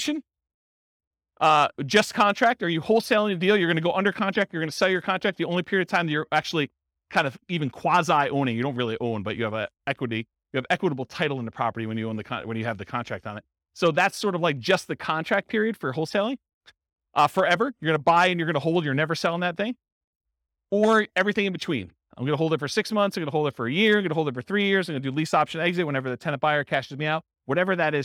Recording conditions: live audience